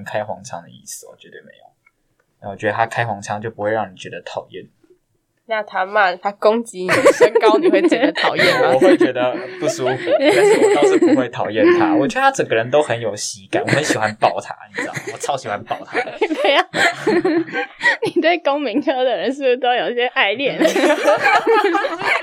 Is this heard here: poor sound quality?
yes